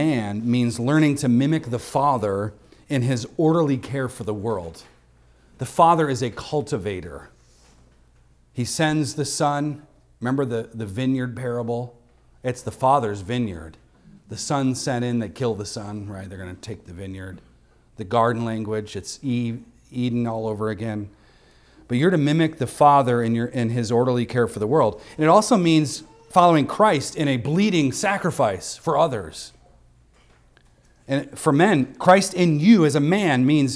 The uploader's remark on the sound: Recorded on Sunday, November 12th, 2023, at the weekly worship gathering of Cross & Crown Church.